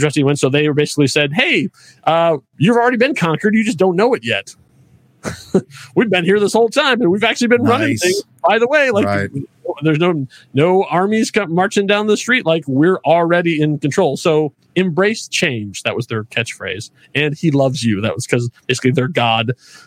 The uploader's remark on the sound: We’re still walking and talking.